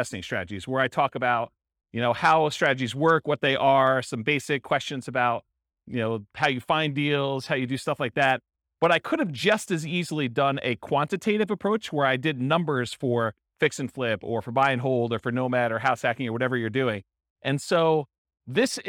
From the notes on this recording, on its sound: This was a live class recorded